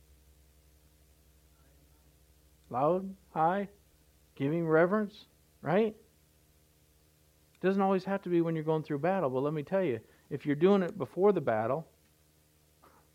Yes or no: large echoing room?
yes